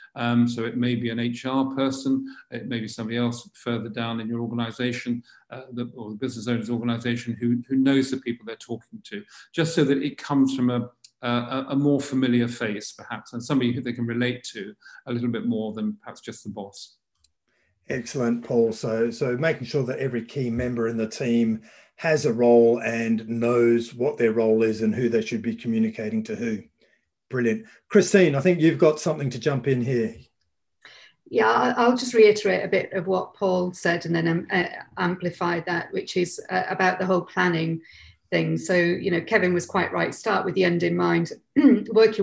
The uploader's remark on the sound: In this web chat (panel discussion)